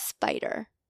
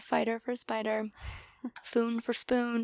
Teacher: they're replacing that SP for F, which is easier to say · Shown in: second take · Term: coalescence